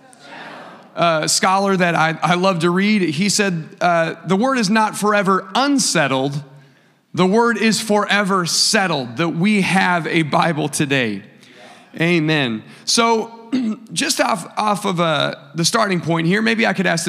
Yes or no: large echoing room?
yes